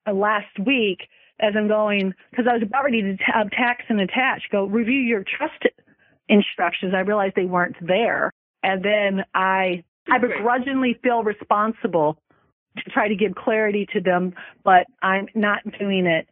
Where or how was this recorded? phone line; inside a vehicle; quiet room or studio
phone line